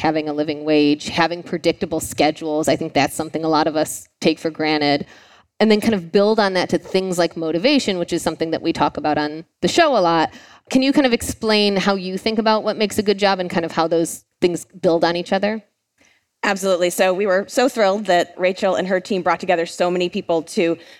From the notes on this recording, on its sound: Today’s episode was recorded live at the Fast Company Innovation Festival last week in New York City.